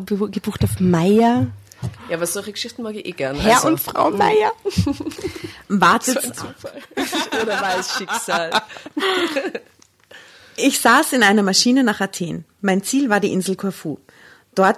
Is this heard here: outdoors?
no